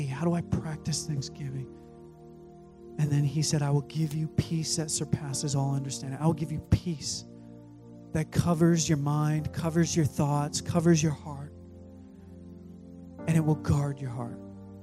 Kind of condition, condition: setting, large echoing room